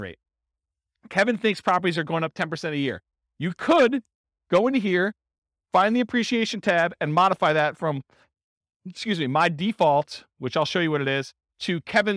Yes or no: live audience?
yes